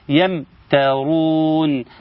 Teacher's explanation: أظهر الميم الساكنة جيدا، ميم أتى بعدها حرف التاء